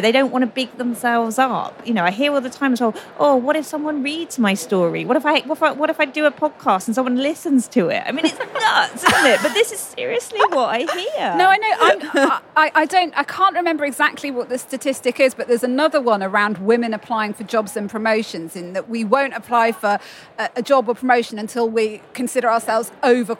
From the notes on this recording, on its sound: Record a real life on-the-sofa-next-to-me show with some favourite work pals at The Podcast Show London 2023. I got to record a real life on-the-sofa-next-to-me show with some favourite work pals at The Podcast Show London 2023 .